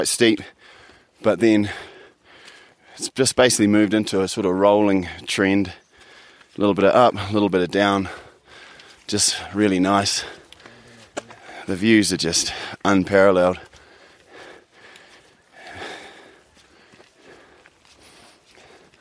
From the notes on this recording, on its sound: The two-week journey to Mt Everest Base Camp, in the Himalayas in Nepal. This podcast features immersive sound, recorded on location, when listened through headphones you'll feel like you're really there. Like any adventure this wasn't without it's challenges, expect to hear everything.